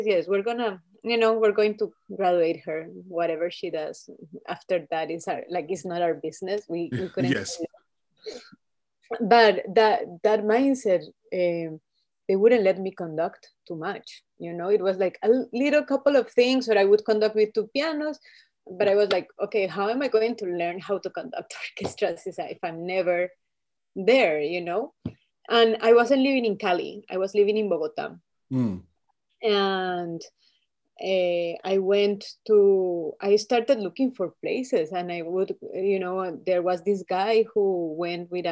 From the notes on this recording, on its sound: This interview was recorded on 1st February 2022 via Zoom.